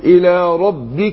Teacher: الباء امكن من الميم، فما اقول ربك وهي مشدده هتبقى يعني اوضح في النطق · Term: الباء المشدده